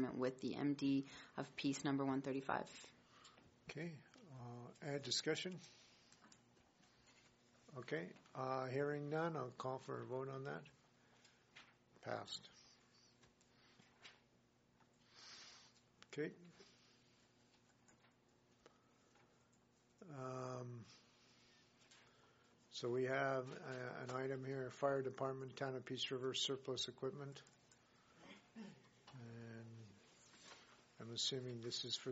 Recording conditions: large echoing room